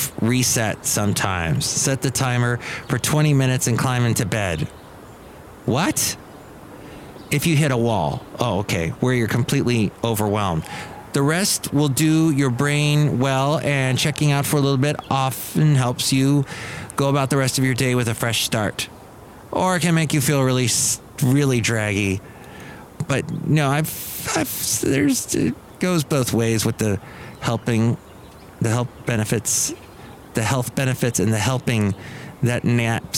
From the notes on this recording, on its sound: podcasts live from Cafe Anyway